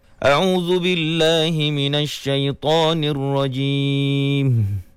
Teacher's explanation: mim yang dimatikan pada ar-rajim dengung, tetapi tadi perasan macam di akhir hujung mim tersebut ada angin yang keluar dari hidung